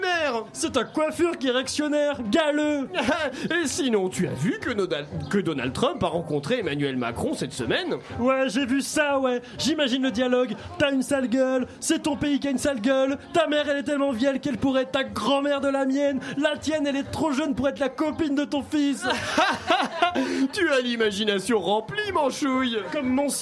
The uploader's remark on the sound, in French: Émission enregistrée en direct du bar "Les Cochons Flingueurs". Aux Cochons Flingueurs à Saint-Quay-Portrieux.